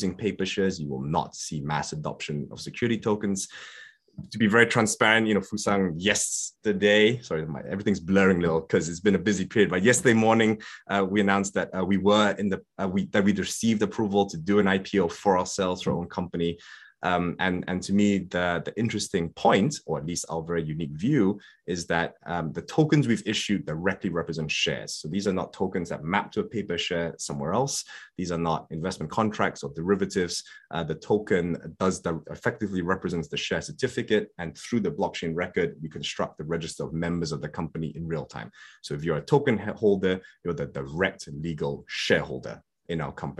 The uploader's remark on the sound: At this Future of Finance webinar